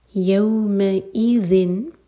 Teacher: ذیل کے لیے بھی ہماری زبان اوپر والے دانتوں کو ٹچ کرے گی اور تھوڑی سی ٹپ باہر ہوگی. اور یہاں پر ہم کریں گے اظہار.